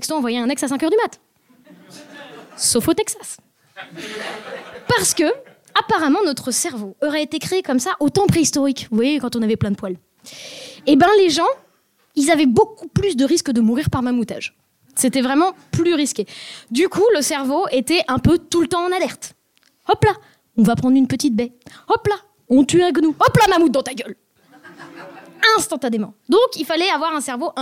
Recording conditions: live audience